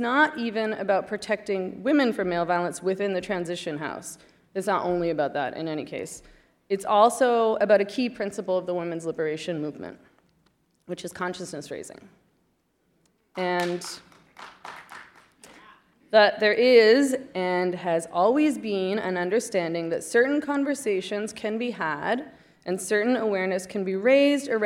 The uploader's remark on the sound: The event took place at the Seattle Public Library in downtown Seattle, Washington, despite protesters inside and outside the building.